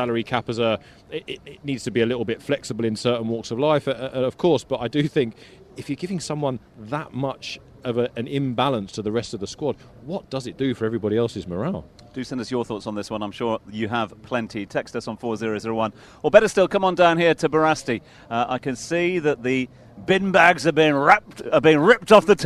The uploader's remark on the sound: From our original home, Barasti